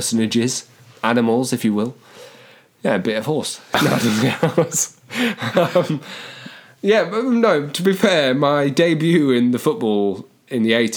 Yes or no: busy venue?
no